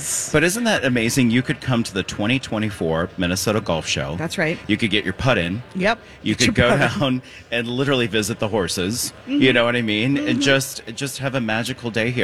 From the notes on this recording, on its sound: Live at the Golf Show! LIVE at the Minneapolis Golf Show!